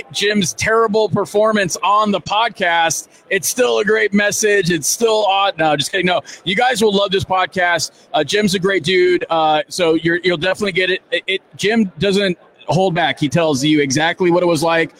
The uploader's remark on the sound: Shred #LIVE from AIME Fuse 2019!